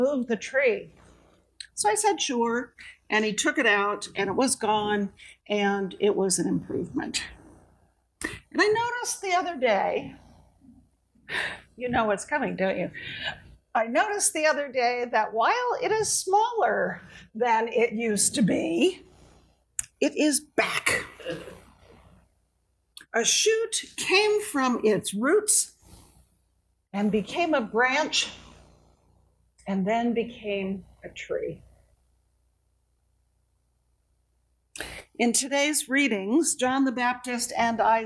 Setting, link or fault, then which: setting, large echoing room